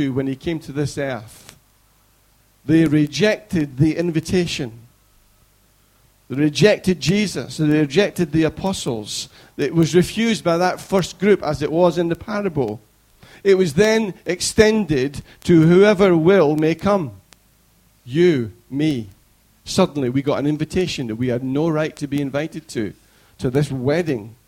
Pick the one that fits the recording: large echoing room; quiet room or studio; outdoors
large echoing room